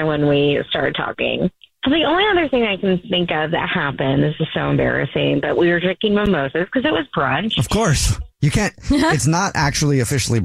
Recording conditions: phone line